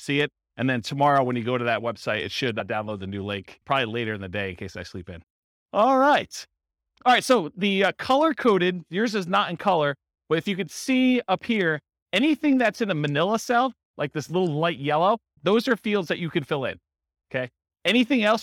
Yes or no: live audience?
yes